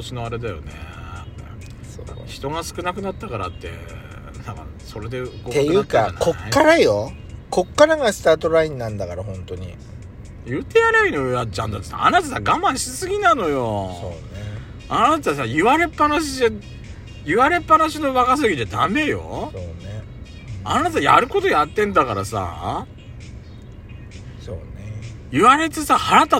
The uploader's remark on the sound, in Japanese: 2人組。パーキング収録。